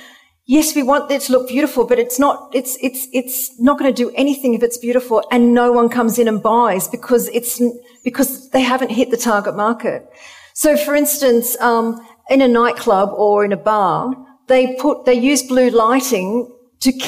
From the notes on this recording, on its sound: We celebrate our first anniversary with a live audience special where we talk all about colour and interior design. Recorded at the fabulous Roca London Gallery in Chelsea Harbour.